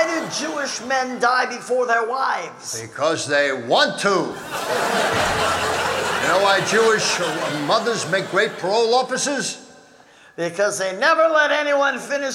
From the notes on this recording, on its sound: Live at the South Point Casino